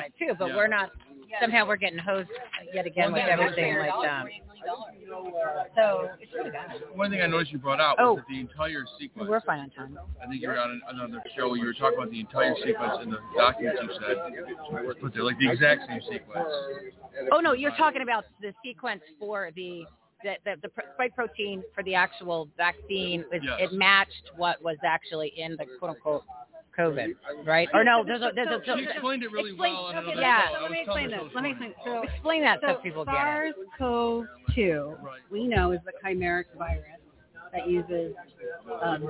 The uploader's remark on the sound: LIVE FROM REAWAKEN TOUR IN PHOENIX